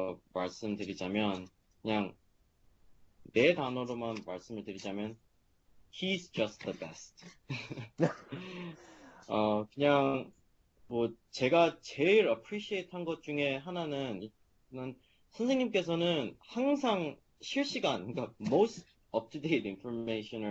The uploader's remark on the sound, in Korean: Skype세미나에 참여한 하버드 의대 3학년생.